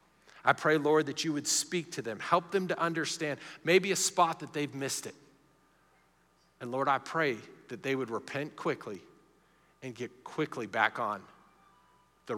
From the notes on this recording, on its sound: Recorded live during our Wednesday night service